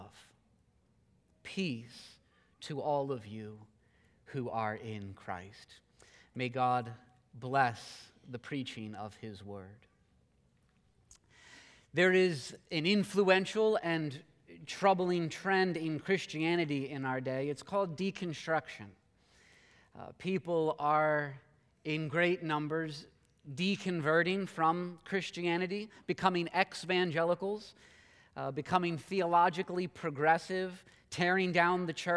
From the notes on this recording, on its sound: This message was preached at Covenant Fellowship Church on May 29, 2022.